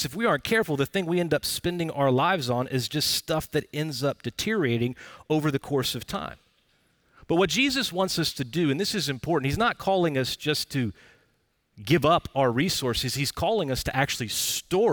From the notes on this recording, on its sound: Recorded Live at Brookwood Church on 05.24.2023